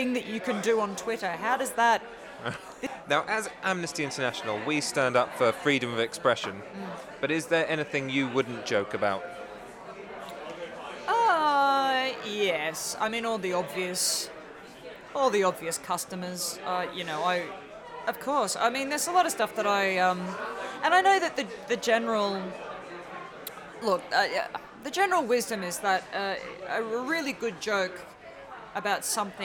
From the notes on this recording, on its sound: in Brooks Bar at the Edinburgh Festival Fringe